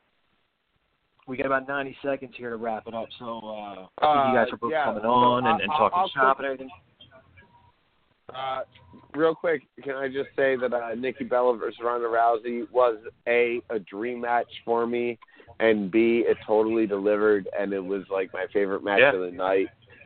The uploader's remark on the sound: Patreon Call In Show